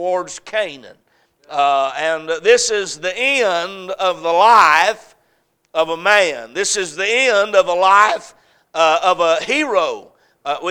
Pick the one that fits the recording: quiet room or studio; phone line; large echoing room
large echoing room